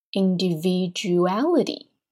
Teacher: 那么美式发音当中呢尾音会有一个轻微弹舌音